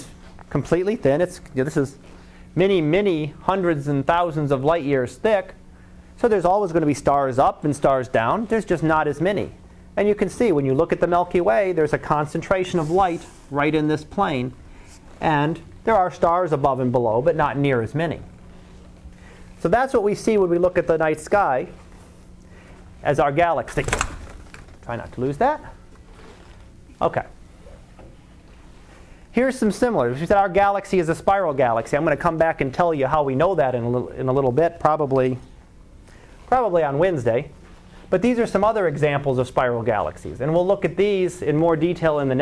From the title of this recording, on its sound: Live Class Lecture